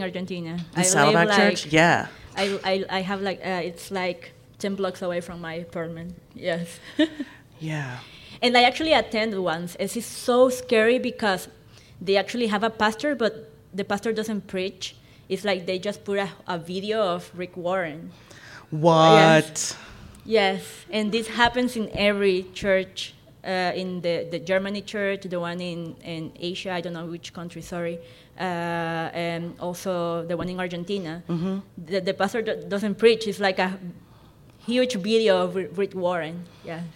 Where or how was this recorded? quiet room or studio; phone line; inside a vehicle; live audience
live audience